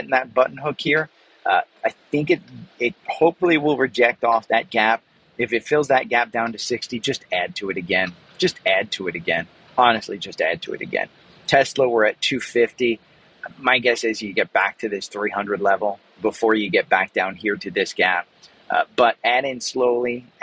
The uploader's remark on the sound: I'm recording today live from inside AT&T Stadium in Dallas - the home of the Dallas Cowboys.